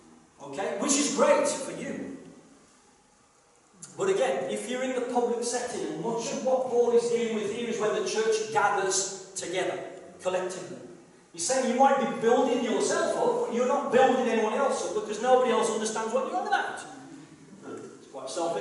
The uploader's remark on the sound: KCC's morning service. Please note that this is a live recording and at times the audio may not be the best due to external circumstances.